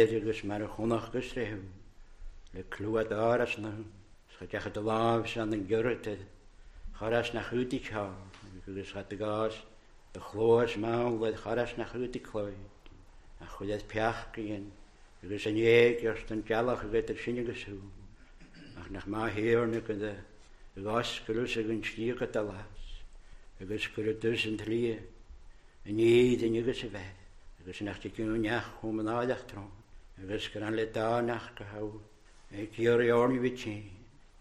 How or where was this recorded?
large echoing room